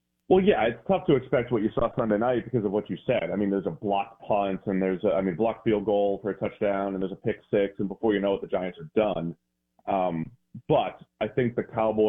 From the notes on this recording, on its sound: Joins the show on the Farm Bureau guest line. Live in the BankPlus Studio.